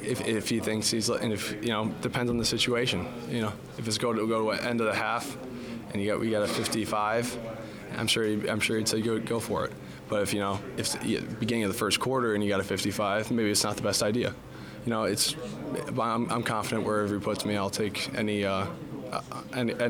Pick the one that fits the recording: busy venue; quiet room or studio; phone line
busy venue